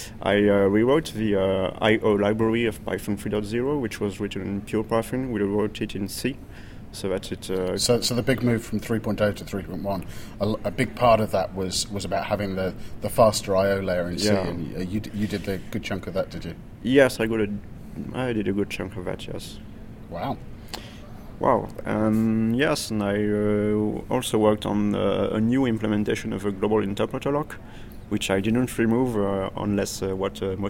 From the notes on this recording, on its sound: An interview recorded at PyCon 2010, Atlanta